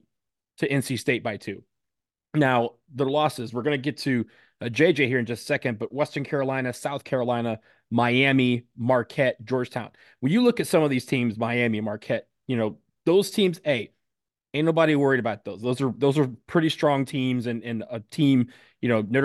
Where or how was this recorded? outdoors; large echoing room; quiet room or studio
quiet room or studio